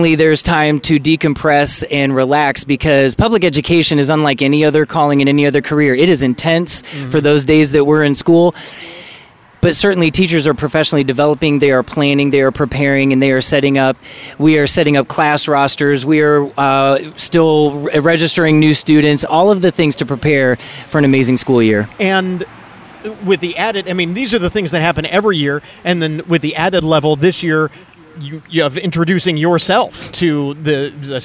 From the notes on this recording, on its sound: ON LOCATION for the annual 'Stuff the Bus' school supplies campaign.